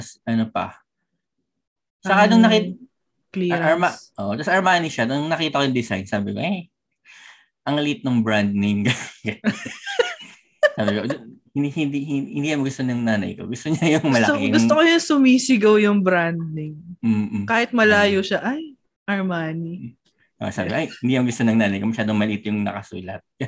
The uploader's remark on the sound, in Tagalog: Pagkapasok namin sa zoom meeting